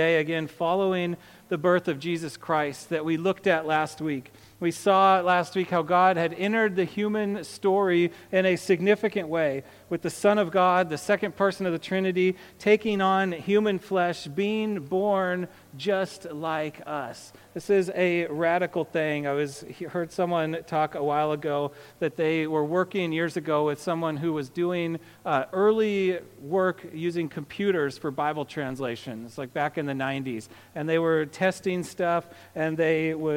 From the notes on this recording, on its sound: A sermon on Luke 2:8-20. To the congregation of Peace Bible Church in Salem, Oregon.